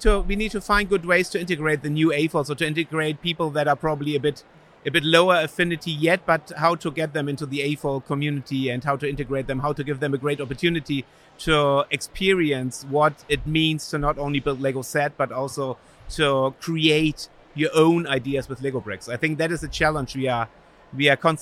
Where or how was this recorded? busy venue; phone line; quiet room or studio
busy venue